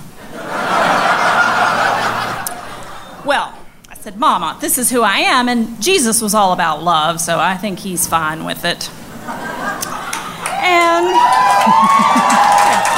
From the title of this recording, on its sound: Live From DC 3!